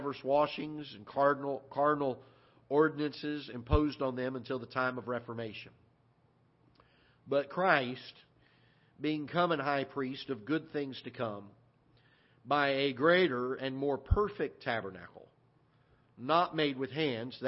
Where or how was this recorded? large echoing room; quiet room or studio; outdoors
large echoing room